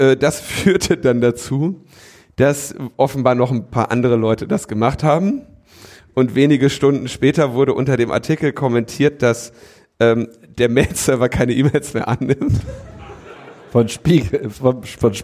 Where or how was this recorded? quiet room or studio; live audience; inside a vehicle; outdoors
live audience